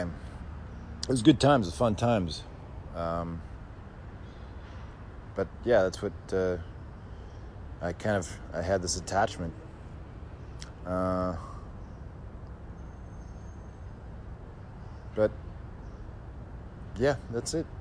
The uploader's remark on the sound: Coming to you live from an alleyway in Roseville and damn if it isn’t the cleanest alleyway in the tri-state area.